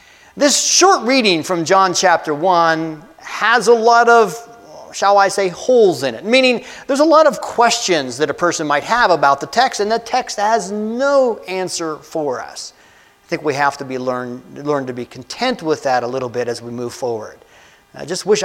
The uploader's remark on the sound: a message I delivered on Jan 14, 2024 at Amity UCC in Meyersdale, PA